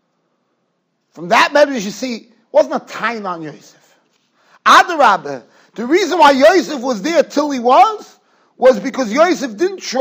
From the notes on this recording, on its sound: Shiur recorded in Yeshivas Ohr Reuven, Monsey, NY.